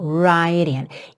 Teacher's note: mesmo … sendo britânico, ele faz esse rararam aqui na junção do right com in